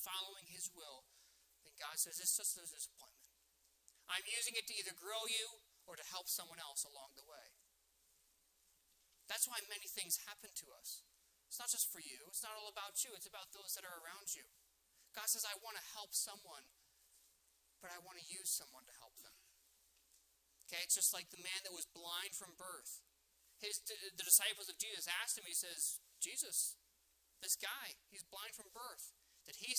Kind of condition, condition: setting, large echoing room